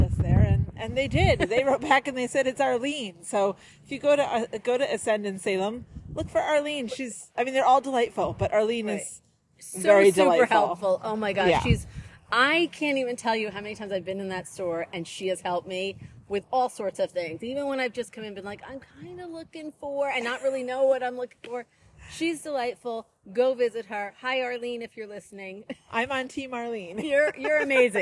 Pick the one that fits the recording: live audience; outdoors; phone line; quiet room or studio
outdoors